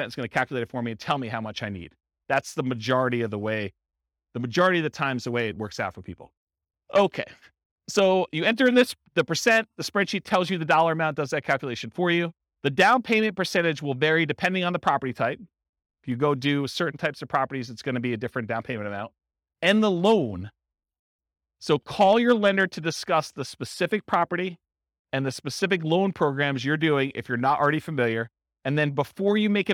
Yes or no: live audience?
yes